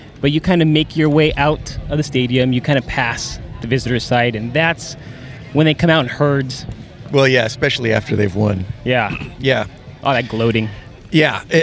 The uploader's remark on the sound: The guys are at the Coliseum recording from the South Lawn.